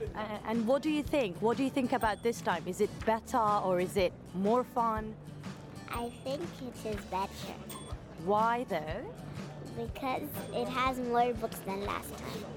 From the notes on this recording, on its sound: Live from SIBF 2023.